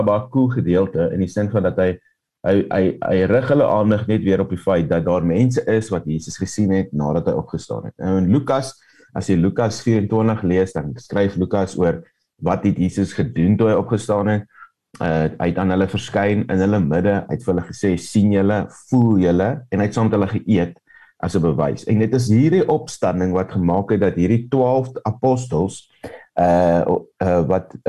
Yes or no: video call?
yes